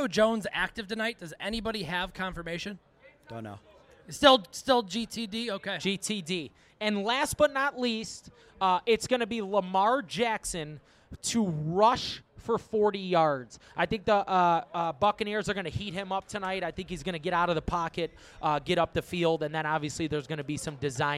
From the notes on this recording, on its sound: broadcast live from the District Bar in Scottsdale, Arizona